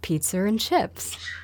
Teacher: So like in the phrase pizza and chips, there is no R written in the phrase pizza and chips, and yet there's a tendency to make it pizza and chips, with a little baby R between pizza and chips